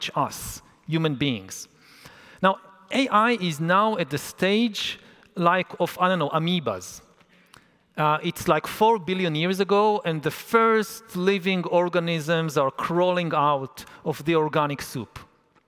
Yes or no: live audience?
yes